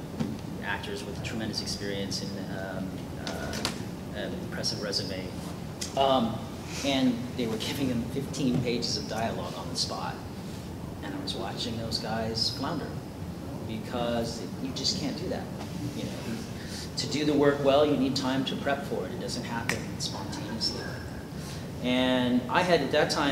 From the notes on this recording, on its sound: Devil May Cry 5 Press Conference | ConnectiCon 2019.